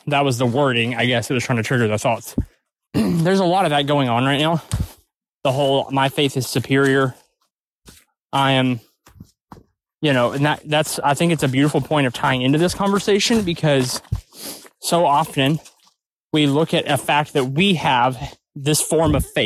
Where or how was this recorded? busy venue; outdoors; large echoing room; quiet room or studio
outdoors